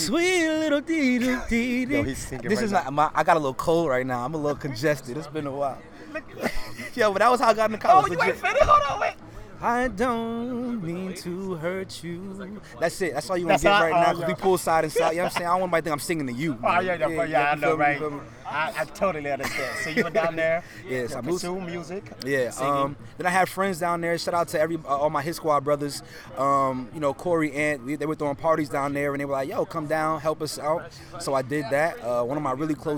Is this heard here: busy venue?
yes